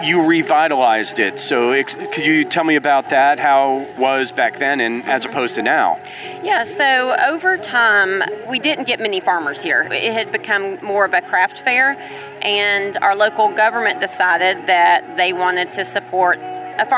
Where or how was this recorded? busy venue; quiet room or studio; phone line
busy venue